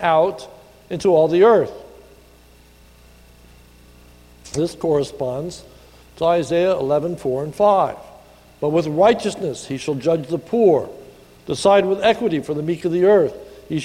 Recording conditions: large echoing room